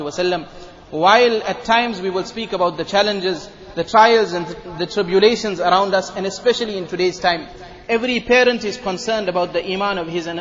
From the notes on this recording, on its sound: Jumuah lecture at Masjid e Noor.